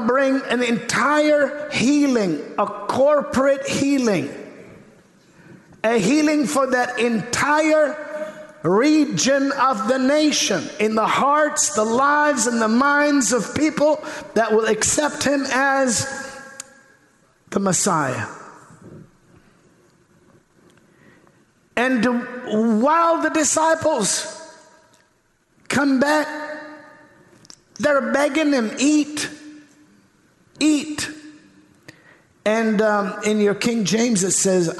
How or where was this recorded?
large echoing room